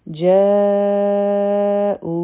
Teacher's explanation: جا متصل مد دی، د مقدار څلور حرکا دی، او او به دوه حرکا راکاږو.